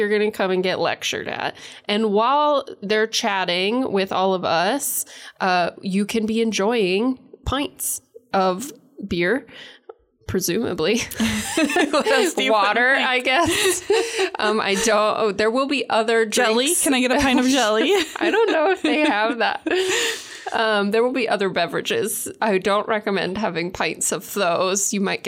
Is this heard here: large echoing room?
no